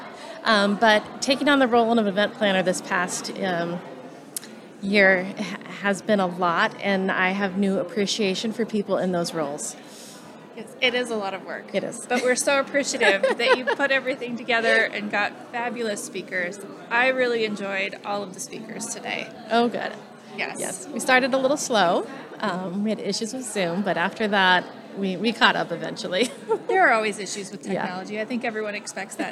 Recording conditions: busy venue